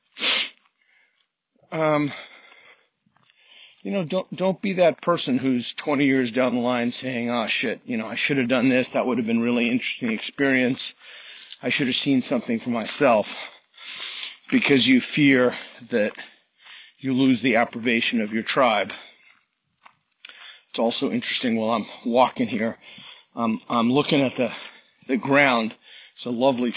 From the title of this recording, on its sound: Thoughts from a walk